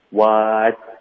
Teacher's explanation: 这个 t 的音我们会省略